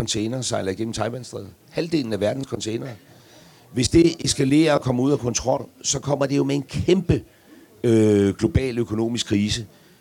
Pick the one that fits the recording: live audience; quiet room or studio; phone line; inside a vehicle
live audience